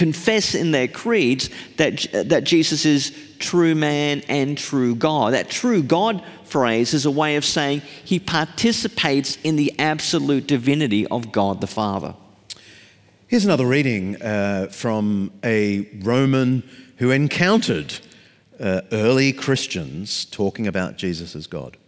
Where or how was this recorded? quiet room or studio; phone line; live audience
live audience